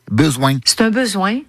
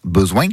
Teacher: cette sorte de coup de cloche à la fin du N, besoin. Un son qu'on appelle en phonétique un appendice consonantique nasal vélaire.